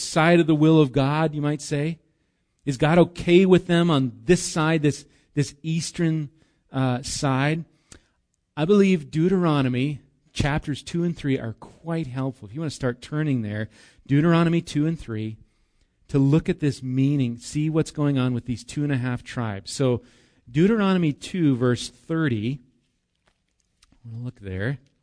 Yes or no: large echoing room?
yes